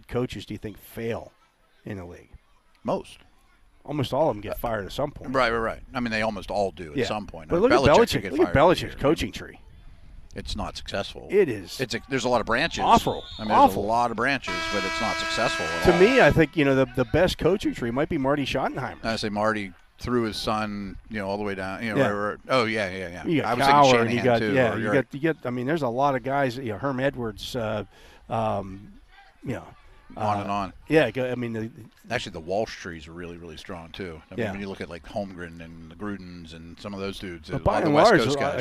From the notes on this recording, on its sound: SNR The Drive from Steelers' Mini Camp Day 1. Broadcasting live from the UPMC Rooney Sports Complex for day one of Steelers' 2023 Mini Camp.